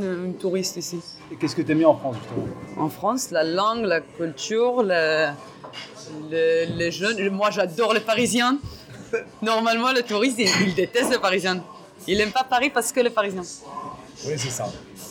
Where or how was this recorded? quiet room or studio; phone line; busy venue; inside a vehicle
busy venue